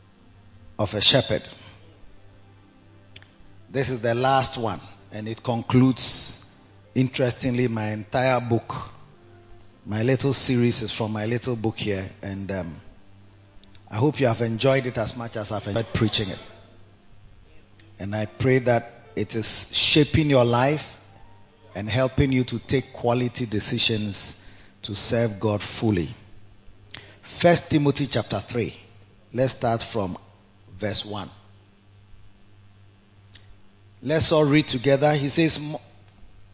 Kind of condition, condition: setting, large echoing room